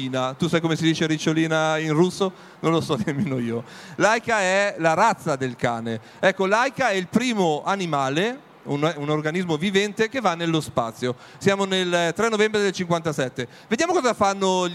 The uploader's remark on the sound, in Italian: Realizza un episodio speciale dal vivo dal Salone Internazionale del Libro di Torino 2019, in collaborazione con la Compagnia di San Paolo.